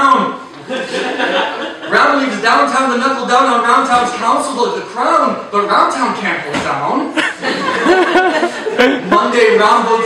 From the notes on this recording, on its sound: Despite massive microphone failure